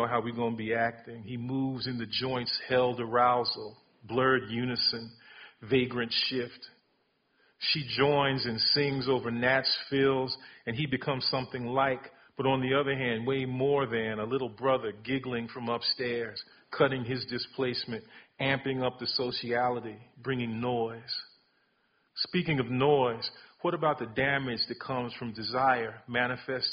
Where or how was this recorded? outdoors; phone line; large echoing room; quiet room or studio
large echoing room